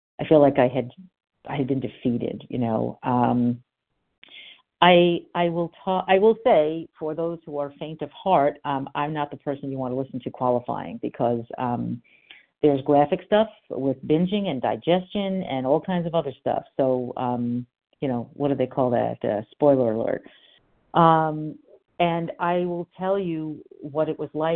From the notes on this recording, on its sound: from the 100 Pounders Phone Meeting